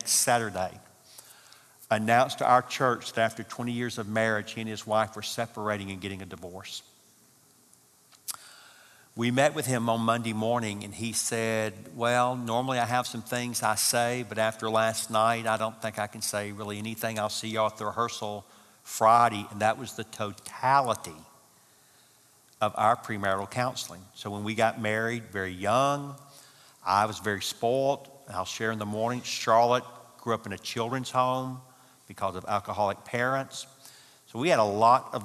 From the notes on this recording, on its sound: from the 2018 marriage conference hosted at Parkwood.